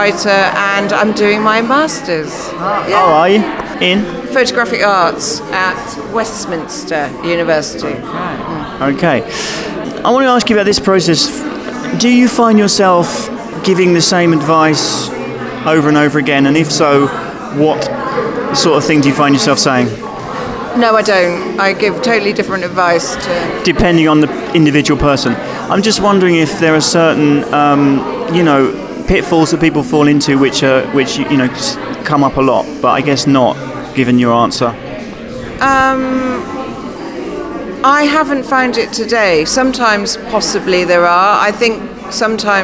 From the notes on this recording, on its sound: This is a special episode from Offspring Photo Meet, an annual gathering here in London. I went down there to sample the atmosphere, see what it was all about, find out what had brought people there.